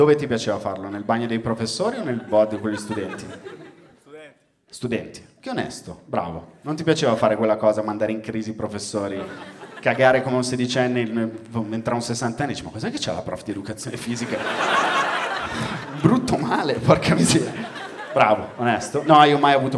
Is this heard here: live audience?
yes